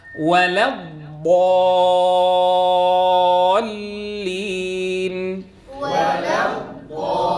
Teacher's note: احذر أن تفخم هذه اللام التي تسبق كلمة الضالين، فإياك أن تقول وللضالين ولا، نظرا لمجيء الضاد المفخمة بعدها.